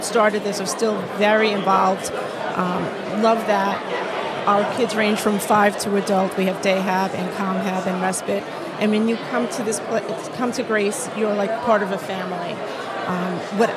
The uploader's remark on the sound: LIVE from the Hilton Garden Inn